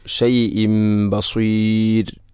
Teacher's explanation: ഷൈഇൻ എന്ന തൻവീന് ശേഷം ബ വന്നാൽ ഇഖ്ലാബ് എന്നതാണ്. തൻവീനിനെ മീമാക്കി മാറ്റുന്നു.